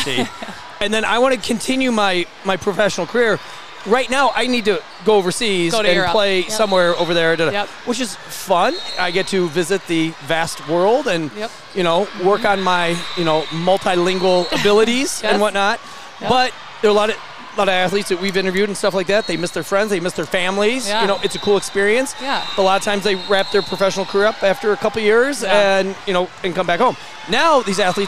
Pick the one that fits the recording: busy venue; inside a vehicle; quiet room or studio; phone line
busy venue